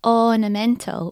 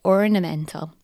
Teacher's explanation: I'm a rhotic speaker. My speech has r sounds after vowels. · Shown in: second take